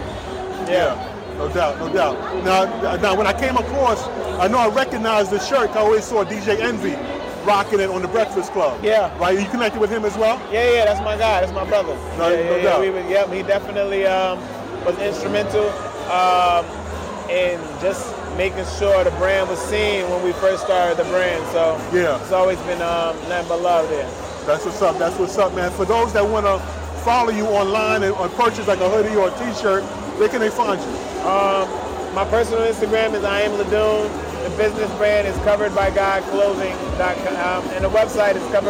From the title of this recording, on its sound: Live From InvestFest 2023